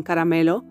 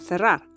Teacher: We'll see the sounds that we can articulate with the R, that in Spanish can sound both soft, as in caramelo, and strong, as in cerrar